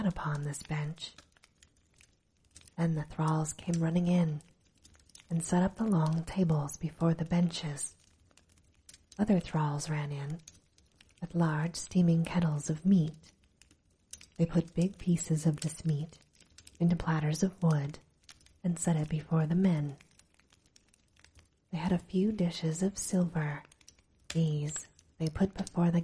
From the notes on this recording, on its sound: Recorded with a light fireplace in the background for sleep ambiance.